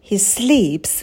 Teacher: Местоимение he мы голосом не выделяем, произносим потише. He sleeps. И подпрыгнули на слове sleeps.